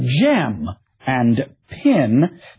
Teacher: The vowels in words such as gem and pin tend to be conflated into a short I